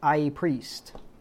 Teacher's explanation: They didn't pronounce the H.